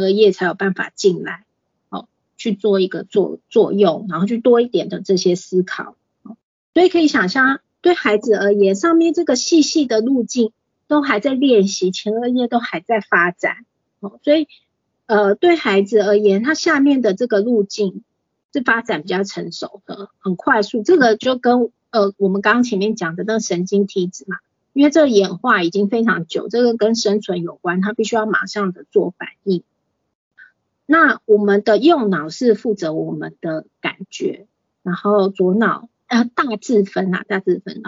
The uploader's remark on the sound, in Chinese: 此為線上課程錄音檔